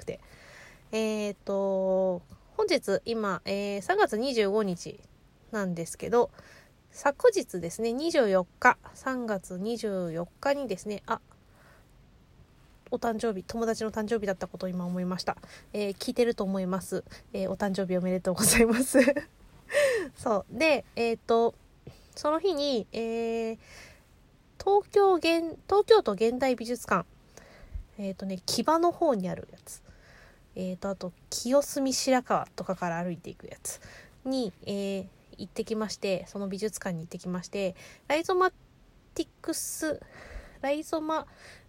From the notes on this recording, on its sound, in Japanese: 仕事帰りの帰宅前…車の中から脳みそダダ漏れでお喋りしております